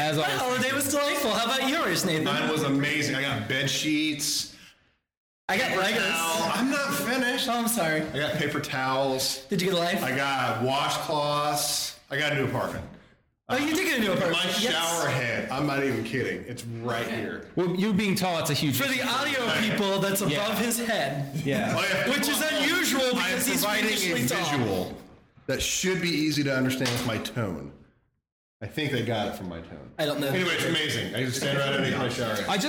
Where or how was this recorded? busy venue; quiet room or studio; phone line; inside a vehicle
busy venue